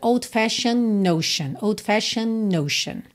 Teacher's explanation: E o D pode ou não ser pronunciado, a depender de uma série de coisas, mas aqui, como a gente tem o N antes do E e outro N já na próxima palavra, a gente acaba juntando no N e ignora o D